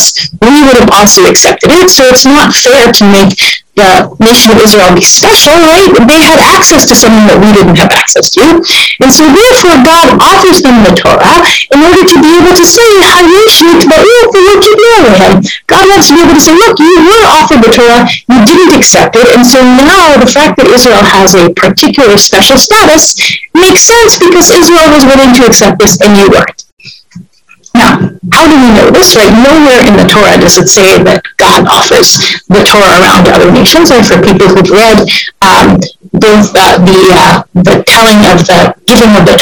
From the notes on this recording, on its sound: This audio was originally captured from Zoom on 06/23/2021 as part of an evening series open to the public in association with Drisha’s Summer Kollel.